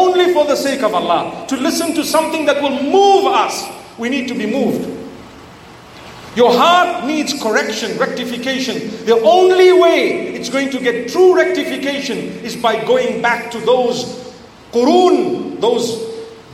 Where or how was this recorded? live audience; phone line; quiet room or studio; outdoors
live audience